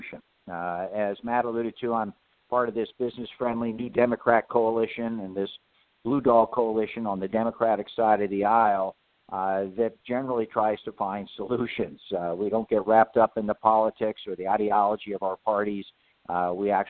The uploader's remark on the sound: a conference call